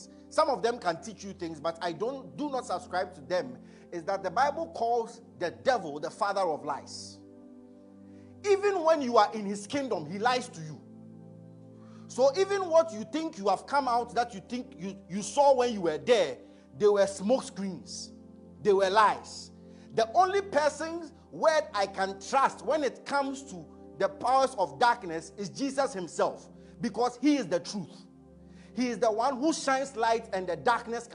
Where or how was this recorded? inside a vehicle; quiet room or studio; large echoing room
large echoing room